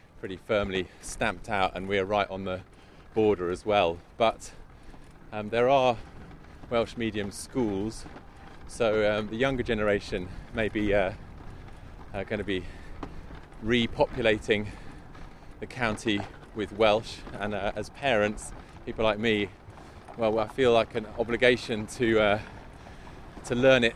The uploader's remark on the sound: Under Monmouthshire Skies. We go for a spin from Castle Meadows in Abergavenny, as it hosted the National Eisteddfod, a huge annual festival of Welsh language, culture, music and song.